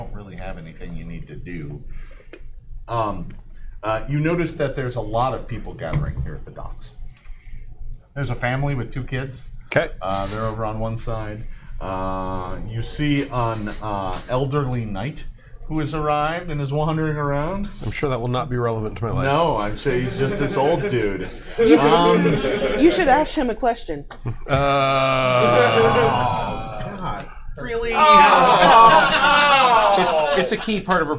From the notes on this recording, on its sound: PaizoCon 2019 – Oblivion Oath Live. Paizo’s weekly actual play campaign will be coming to you live from PaizoCon! This event is two parts, a hour of game time followed by Q&A. It will be streamed live on twitch.tv/OfficialPaizo.